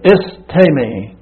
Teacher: And then you have an E in the middle of it, and that's a long E, which is pronounced with like an A sound. So the istemi.